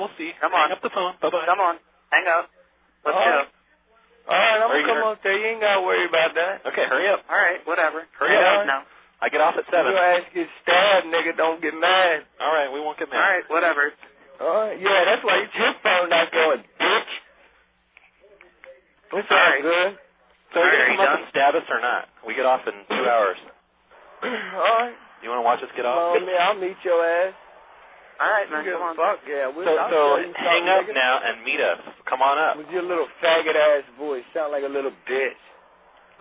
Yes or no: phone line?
yes